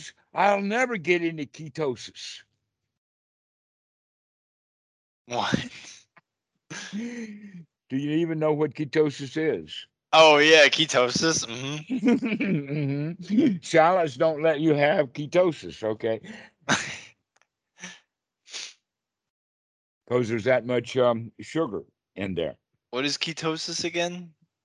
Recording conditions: video call